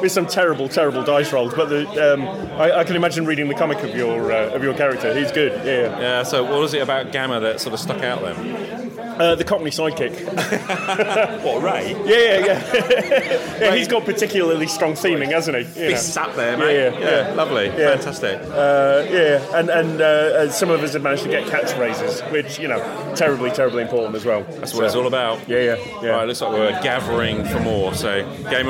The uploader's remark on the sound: A tighter episode focused on my attendance at The Owlbear and Wizard's Staff convention in Leamington Spa. Lurches into an audio journal of the day at OBaWS. Bonus and BIG thanks to the organisers at the show for allowing me to record my blitherings unsupervised.